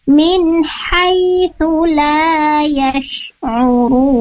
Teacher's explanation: Ha sendiri ini makhrajnya dari wasatul halq atau tengah-tengah tenggorokan di sana.